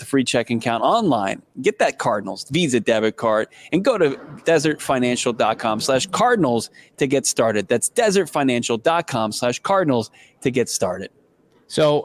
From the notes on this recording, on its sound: LIVE from the Senior Bowl for the PHNX Cardinals podcast!